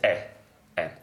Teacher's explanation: Epsilon, which is always open, e. And it looks just like an E.